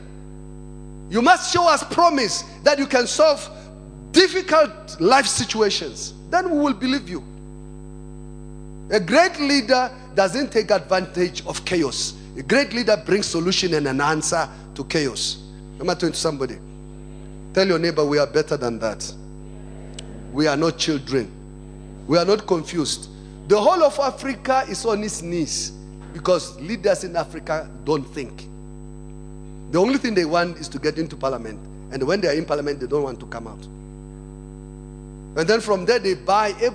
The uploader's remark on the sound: Second Service. Preached at Emmanuel Christian Church, Arcadia Campus.